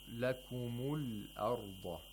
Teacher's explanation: Again, the Hamzatul Wasl of al-arda is not pronounced.